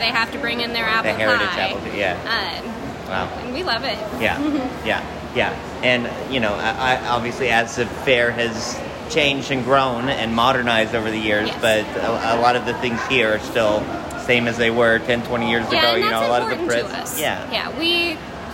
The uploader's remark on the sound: We bring our annual live special from the Clackamas County Fair, featuring interviews with fair coordinators, exhibitors and superintendents, entertainers, 4-H members and more.